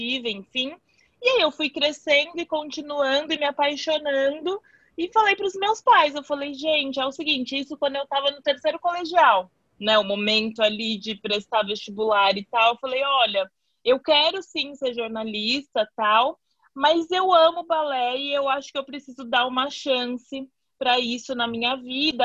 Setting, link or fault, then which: link, video call